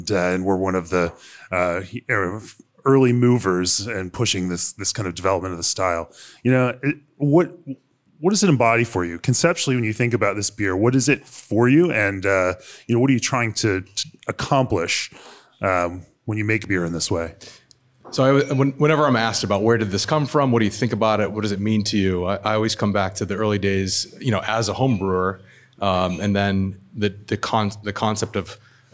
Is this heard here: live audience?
yes